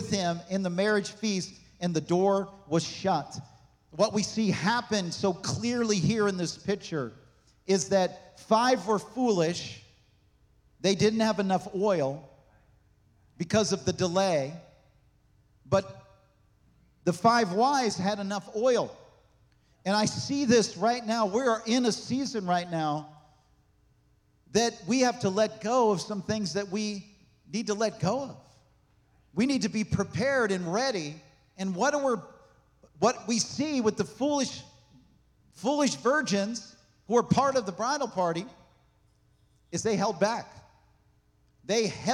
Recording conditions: large echoing room